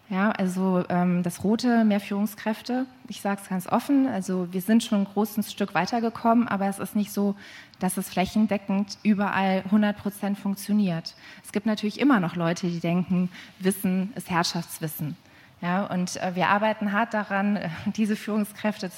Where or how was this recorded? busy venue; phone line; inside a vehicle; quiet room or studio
busy venue